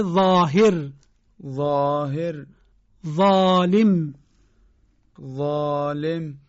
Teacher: حرف بعدی حرف ضا هست، یعنی ضا مؤلف، که صداش مثل ذاله که قبلا عرض کردیم سر زبانی تلفظ میشه، منتها چاق‌تره